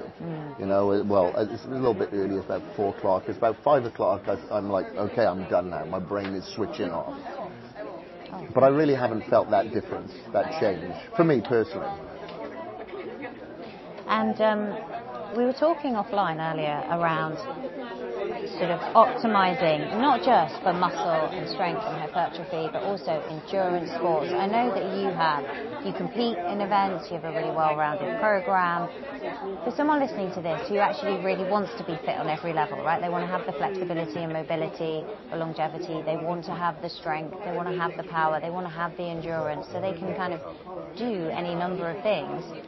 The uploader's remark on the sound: during a special live event